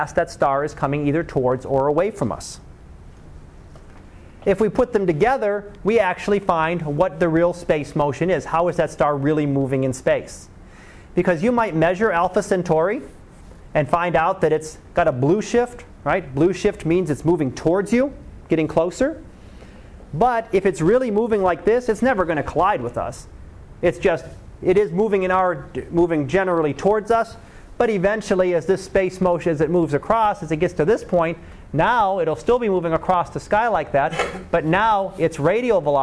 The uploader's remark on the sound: Live Class Lecture